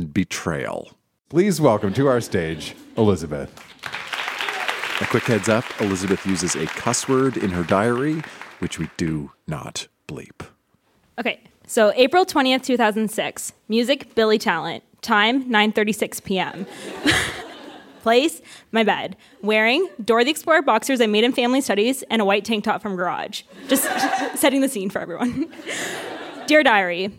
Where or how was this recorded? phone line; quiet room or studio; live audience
live audience